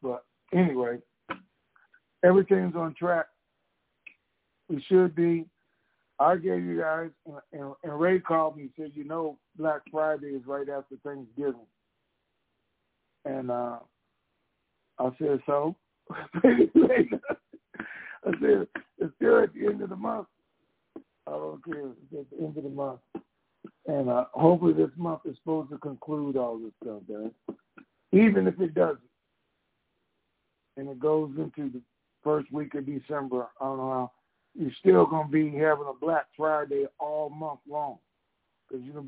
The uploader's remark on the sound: TNTSuperfantastic Conference Call